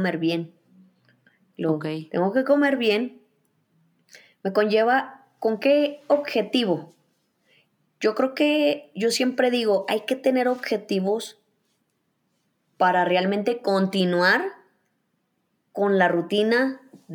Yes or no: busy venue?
no